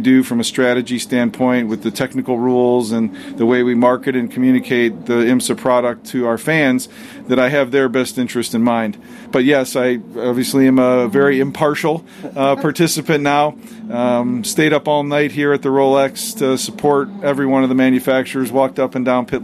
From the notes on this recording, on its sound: live from Daytona during Rolex 24 weekend